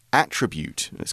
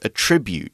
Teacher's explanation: So, you put the stress on the trib part of it. · Shown in: second take